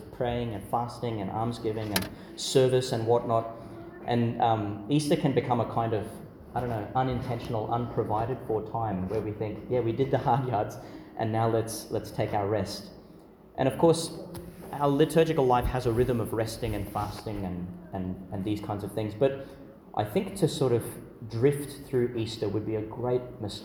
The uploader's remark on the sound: Delivered in Mary Immaculate Church, Emu Park, Qld.